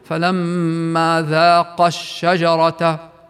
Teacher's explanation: أما وصلا فتحذف الألف بسبب التقاء الساكنين ونقول فلما ذاق الشجرة ما سمعناش ألف.